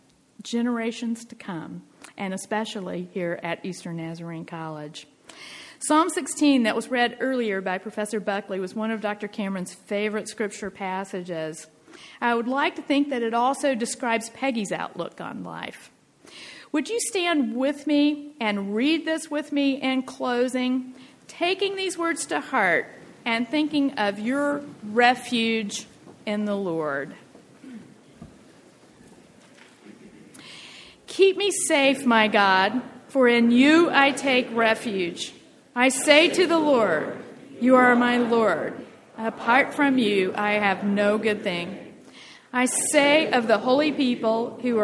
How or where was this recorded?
large echoing room